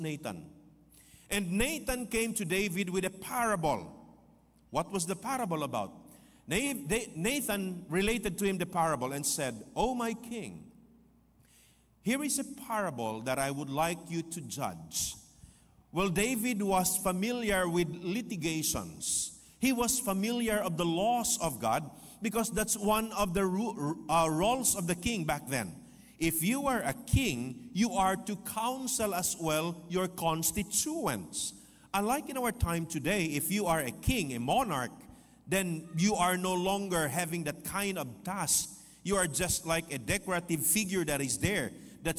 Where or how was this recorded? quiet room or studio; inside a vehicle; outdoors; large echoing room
large echoing room